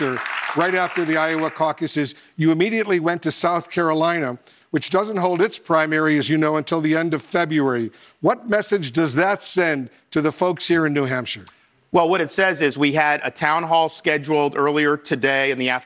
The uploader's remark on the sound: takes questions from audience members at a CNN town hall